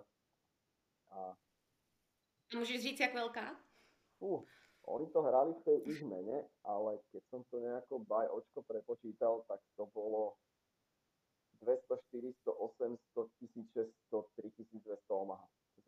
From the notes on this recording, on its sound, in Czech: Velmi se omlouvám za zhoršenou kvalitu zvuku, který se mi v této epizodě nepovedlo uhlídat.